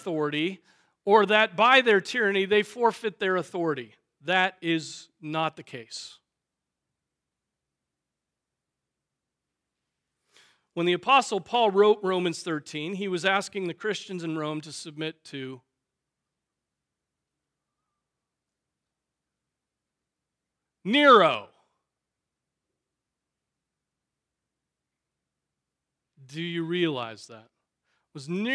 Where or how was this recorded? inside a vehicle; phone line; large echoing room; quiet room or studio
large echoing room